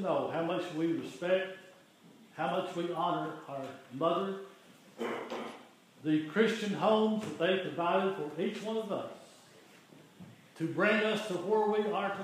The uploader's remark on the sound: The following is an audio recording of the Sunday worship service at Persia United Methodist Church in Rogersville, TN.